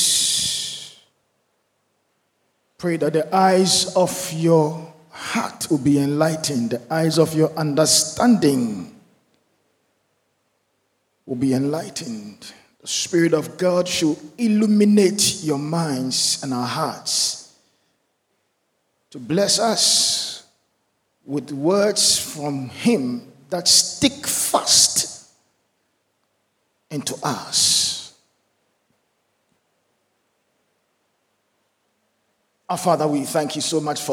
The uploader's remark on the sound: Sermon preached at CBC Shiashie Campus